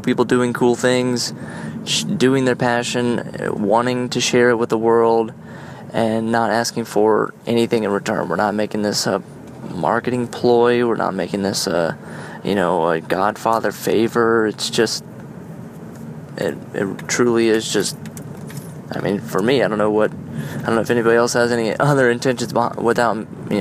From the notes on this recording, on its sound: On my commute home, I used my iPhone to record a few thoughts that are milling around in my head. IPhone 6.